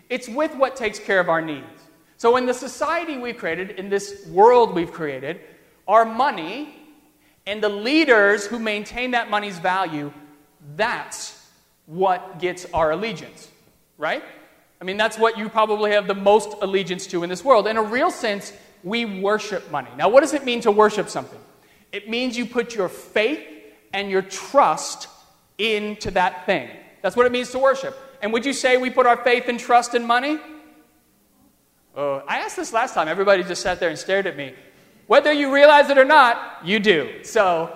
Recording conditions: large echoing room